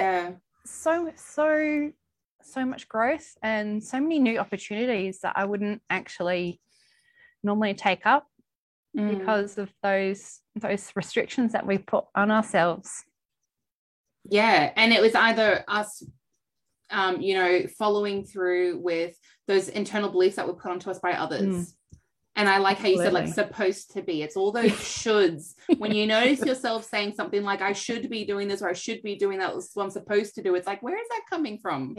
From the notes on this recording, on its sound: This is a replay from the Live Aussie Mums' Mental Health Virtual Event